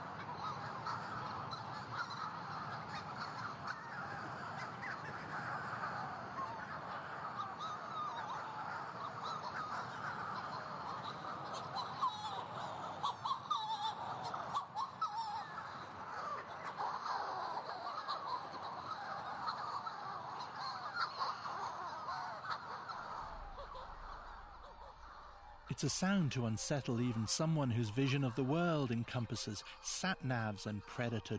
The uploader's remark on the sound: We’re perched on this vertiginous rock, out somewhere in the Atlantic in almost total darkness, with some of the strangest sounds you’ll ever hear in Western Europe all around us… Skelligs Calling is a beautiful sonic portrait of Skellig Michael.